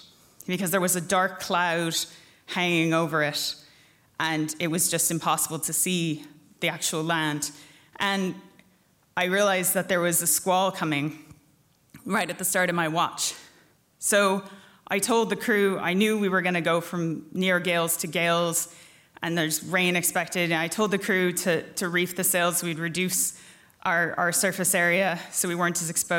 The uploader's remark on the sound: Featuring the first half of The Dublin Story Grand Slam recorded live onstage at The Abbey Theatre. Recording was by Gansee Films.